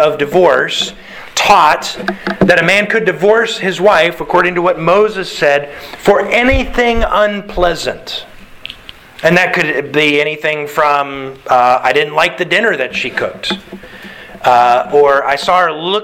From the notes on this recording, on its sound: Sermon delivered to the Galena Bible Church